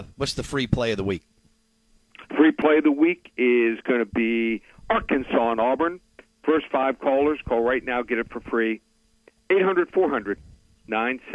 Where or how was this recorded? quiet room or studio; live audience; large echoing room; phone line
phone line